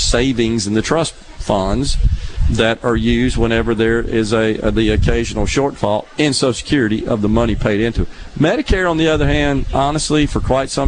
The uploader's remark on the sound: LIVE fromFounder's Square at The Neshoba Co Fair, and he is joined under the SuperTalk tent in the Element Wealth Studio by a wide variety of guests - from elected officials to civil servants and more!